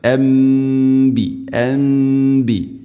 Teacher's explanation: തഖ്തുലൂന അൻബിയാ, സാക്കിന നൂന് ശേഷം ബാ വന്നാൽ നൂനിനെ മീമാക്കി മാറ്റണം, അതാണ് ഇഖ്ലാബ്, മണിച്ചുകൊണ്ട് ഉച്ചരിക്കണം